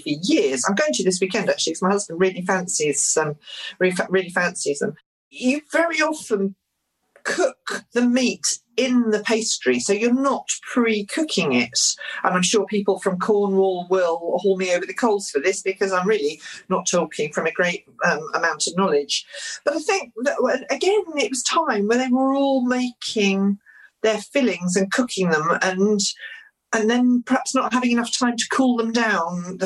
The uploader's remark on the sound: As we recorded this podcast remotely via Zoom.